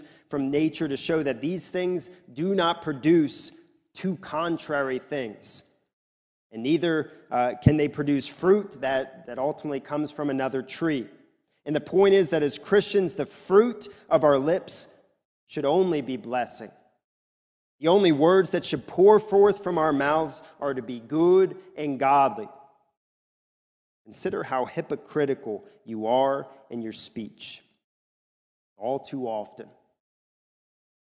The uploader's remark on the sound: recorded at the Lebanon Bible Fellowship Church in Lebanon, PA during the morning service